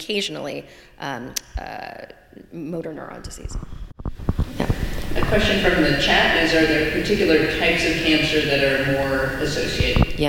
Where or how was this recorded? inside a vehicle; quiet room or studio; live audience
live audience